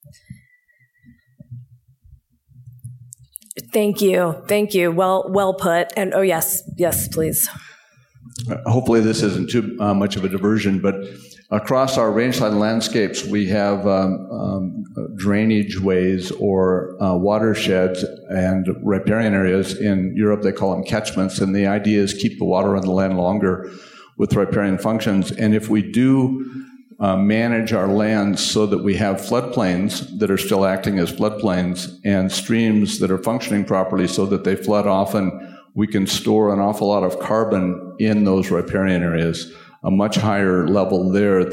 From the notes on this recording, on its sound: This talk was recorded at the Society for Range Management annnual meeting and training February 2020. The talk is from a symposium titled "Strategies for sustainability transformations in western rangelands."